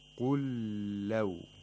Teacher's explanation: We have idgham of mutamathilain here. A lam sakina that merges into another lam. So the first lam is not pronounced. The second lam is pronounced with shatta.